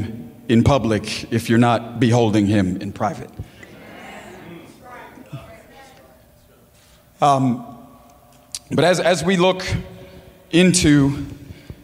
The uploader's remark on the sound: preaching at Gold Street Garden Church for the Selfless Conference 2020